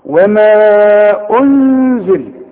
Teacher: ضم الهمزة ورجع شفايفك علشان تديني الغنة مرققة